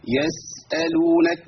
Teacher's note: لازم اريح السين عشان فيها رخاء والصوت بيجري، فجري الصوت فيها.